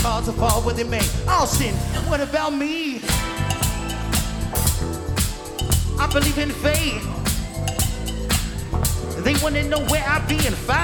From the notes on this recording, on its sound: Live From NPR Music And SXSW 2016.